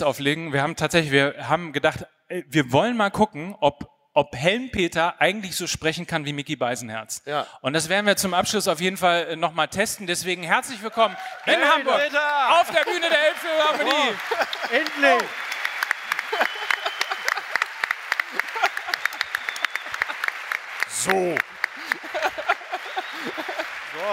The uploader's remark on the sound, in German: bei der OMR Podcast-Nacht in der Elbphilharmonie - Folge 14 von FUSSBALL MML - Der Sky Podcast LIVE.